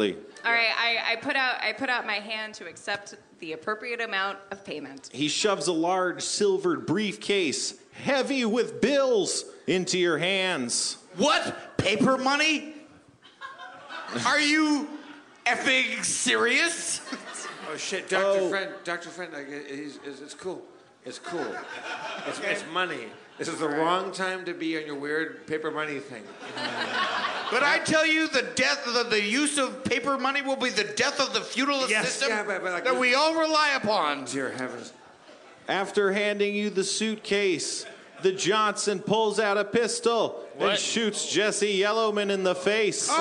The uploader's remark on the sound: LIVE from The Tin Roof in San Diego